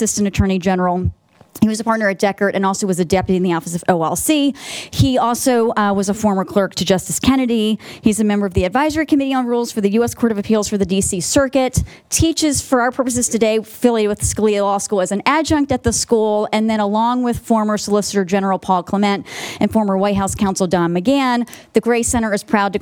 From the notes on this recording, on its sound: This panel discussion, from the Gray Center’s May 25 Capitol Hill Conference